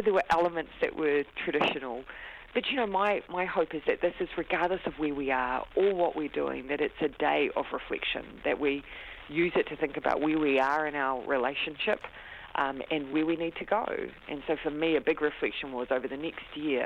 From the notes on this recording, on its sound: The Prime Minister phones up for a chat.